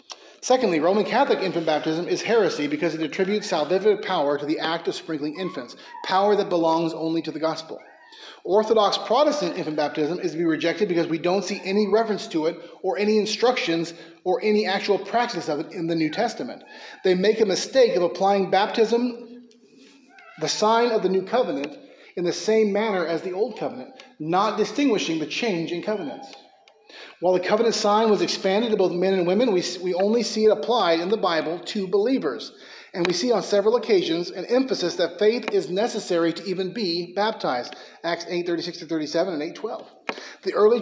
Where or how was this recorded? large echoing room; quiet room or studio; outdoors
large echoing room